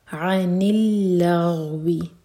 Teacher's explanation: آ کا ساؤنڈ نہ ہو، یہ حمزہ نہیں ہے، عین ہے. عن اللغو، لغ غین پر چھٹکا نہ ہو.